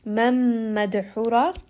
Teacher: this is going to be idgham, noon sakin followed by the letter meme, so merge them together. Dal here is going to have a qalqala as well because it is part of qutub jad.